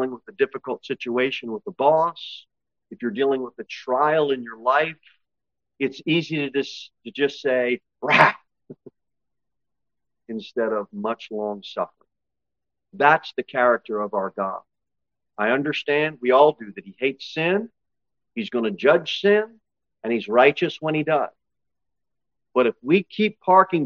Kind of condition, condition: setting, large echoing room